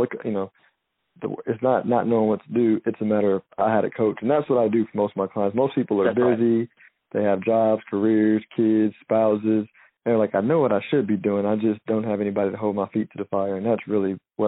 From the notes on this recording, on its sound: Calling in from Alberquerque, NM